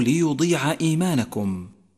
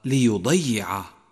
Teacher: انتبه أخي القارئ إلى لفظ كلمة ليضيع من قوله تعالى وما كان الله ليضيع إيمانكم، فالياء مخففة وليست مشددة · Shown in: first take · فحاذر أن تقرأها ليضيع، فهذا من اللحن الجلي كما مر معك.